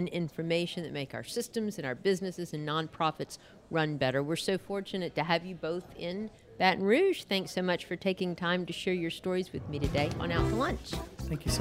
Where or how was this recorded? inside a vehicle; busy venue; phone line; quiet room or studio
busy venue